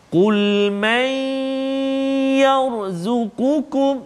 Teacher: Yang ni kita tengok contoh nun mati pula bertemu dengan ya, maka kita masukkan bunyi nun ke dalam ya dengan dengung dua harakat · Term: idgham ma'al ghunnah